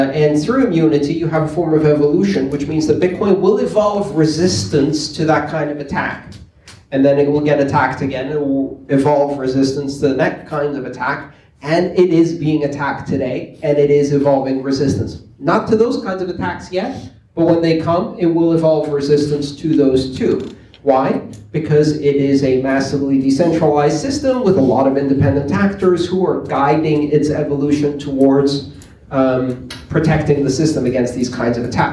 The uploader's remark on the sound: The Silicon Valley Bitcoin Meetup group. Followed by audience Q&A.